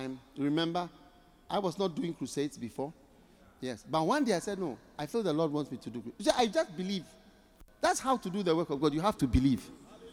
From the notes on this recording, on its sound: Preached at The Qodesh Tsalach Night Service, North Kaneshie. Accra.